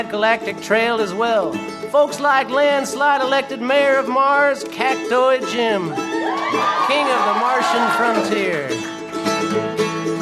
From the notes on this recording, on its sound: Recorded Live 3/3/2012 at Largo, Los Angeles.